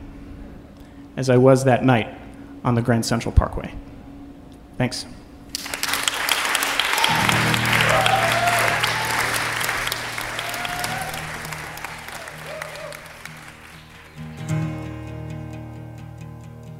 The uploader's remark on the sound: Live From Austin! Live show in the city that keeps it weird, Austin, Texas.